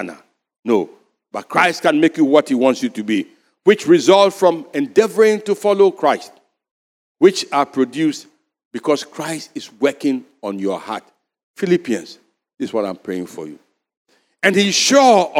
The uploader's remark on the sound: Sermon preached at CBC Shiashie Campus